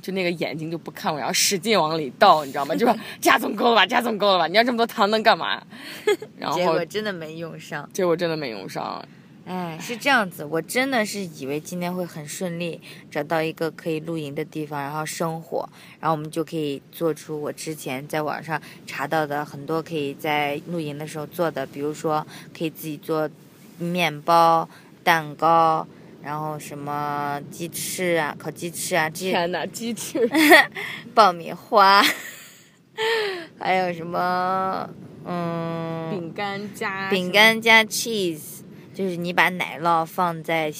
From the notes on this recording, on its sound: We are on a beach! 这是我们俩在一个神秘的地方录制的特别精短版！